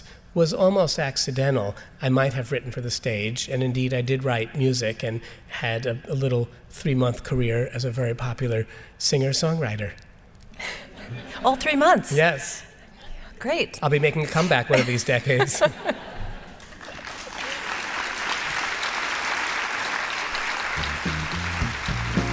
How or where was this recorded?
live audience